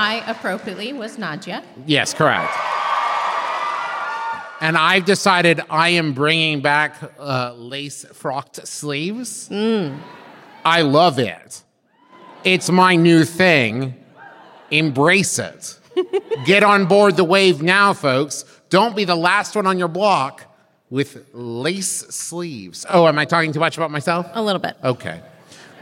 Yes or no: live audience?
yes